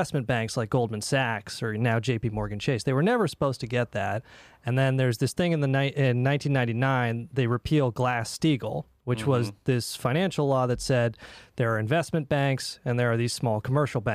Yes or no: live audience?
no